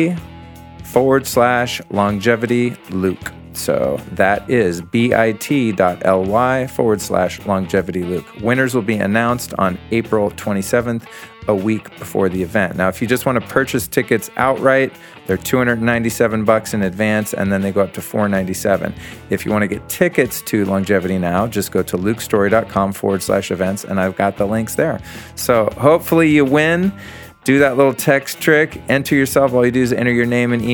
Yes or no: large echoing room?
no